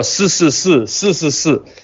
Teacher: в Гуандуне они не выговаривают часто «ш», и у них все «с-с-с», «с-с-с». И в первое время, пока я ходил в магазины, прислушиваясь, приходилось к тонам именно, а не к согласным буквам.